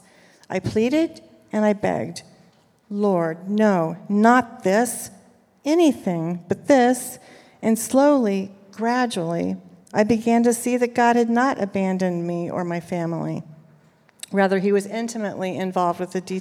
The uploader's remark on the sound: 2023 Creating Safe Spaces For LGBTQ+ People Panel. The panel also responded to questions from those in attendance.